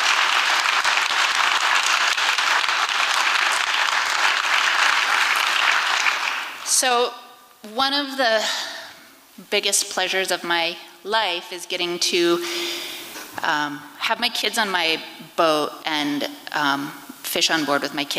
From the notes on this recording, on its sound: recorded at the Liberty Theatre on Friday, February 24th, 2023.